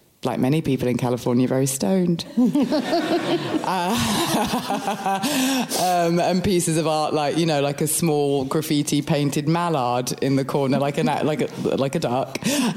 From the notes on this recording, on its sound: joined by a sell-out crowd at Kings Place in London earlier this week for a raucous live podcast